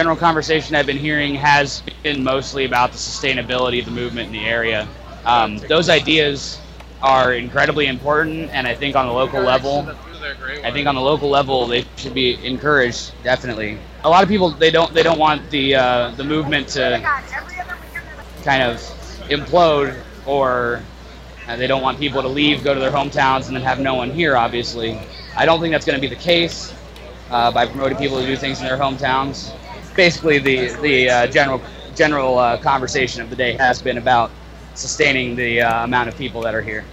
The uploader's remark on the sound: Live from Occupy Wall St. Zuccotti Park.